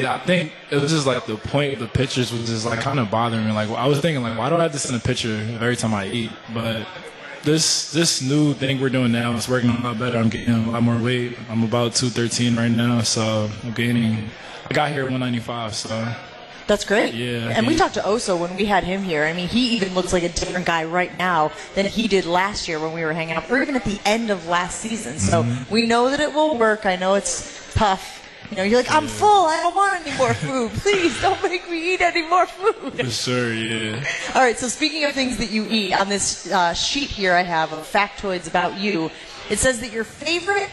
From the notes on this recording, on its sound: LIVE from MOTOR Bar & Restaurant